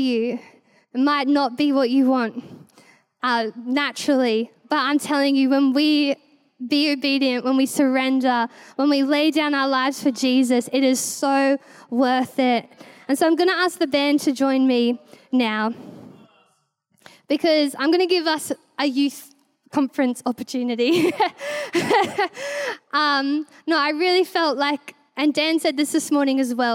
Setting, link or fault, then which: setting, large echoing room